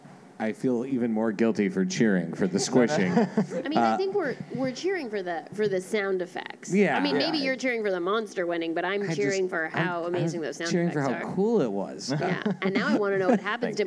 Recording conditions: live audience